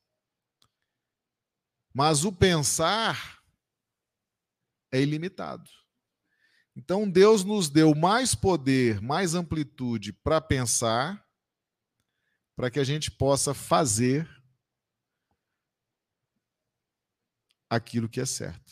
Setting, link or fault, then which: setting, live audience